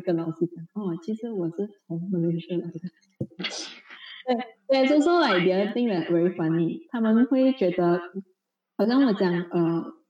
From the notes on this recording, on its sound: Im so sorry for the poor audio quality, will definitely try our best to ensure a legible, crystal clear recording in the next podcast for better experience. While we are now in different parts of the world.